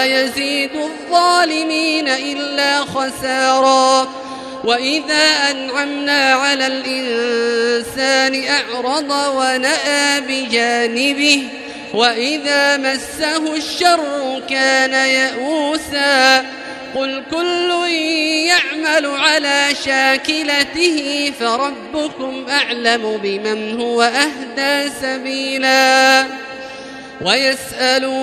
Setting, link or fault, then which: setting, large echoing room